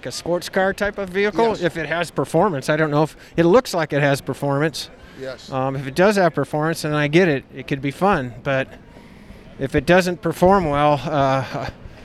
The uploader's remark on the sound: Live from the LA Auto Show.